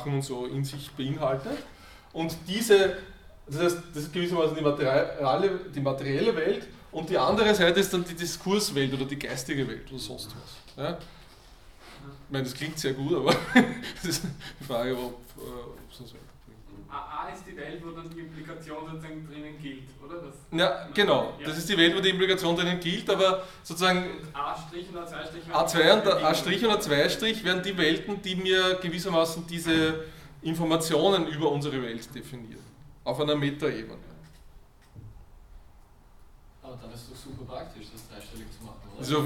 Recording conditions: large echoing room